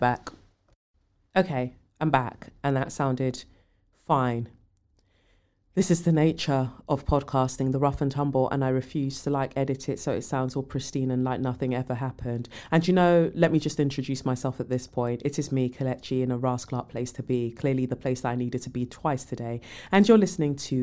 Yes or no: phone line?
no